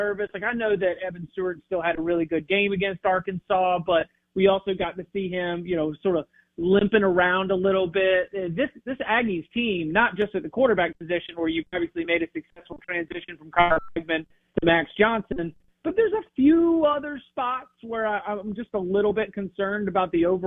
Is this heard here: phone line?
yes